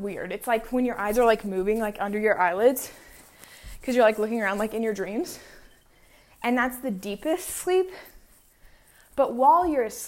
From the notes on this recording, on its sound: today i was home alone (for once) and i walked around my house so don’t mind the fact that my footsteps sound like literal elephant footsteps.